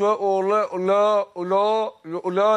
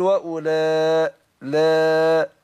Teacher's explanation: اللام حرف ايه مستفل، حرف مرقق · Shown in: second take